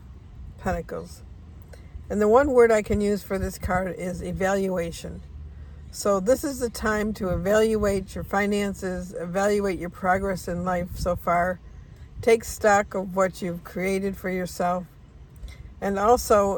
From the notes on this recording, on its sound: I'm recording this from Pinnacle Peak horse farm where our daughter's horse is. It's a beautiful morning in Phoenix.